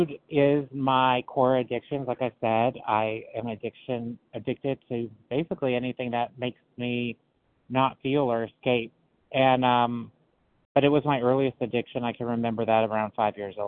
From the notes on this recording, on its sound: qualification from the 100 Pounders Phone Meeting